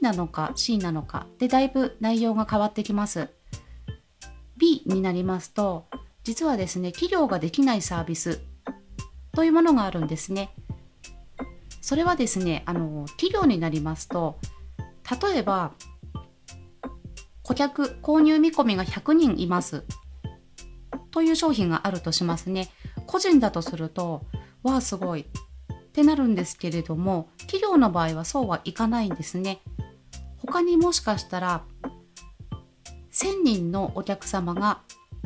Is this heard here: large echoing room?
no